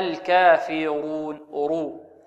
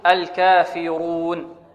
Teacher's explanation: الكاف مرققة والفاء مرققة والراء ماذا؟ والراء مفخمة